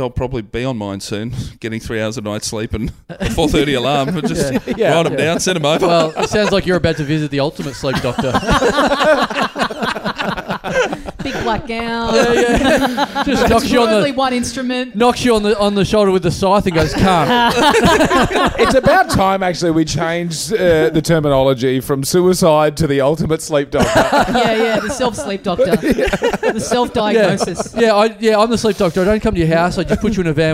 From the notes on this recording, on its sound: A messy, al fresco Talkin' Dum Dum, recorded at the pub!